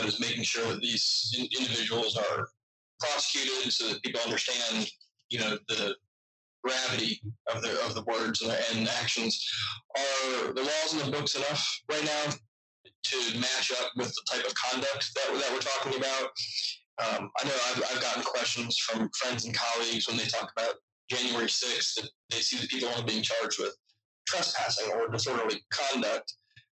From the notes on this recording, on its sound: We apologize for the poor sound quality in this episode, our team faced unexpected technical issues that have since been resolved.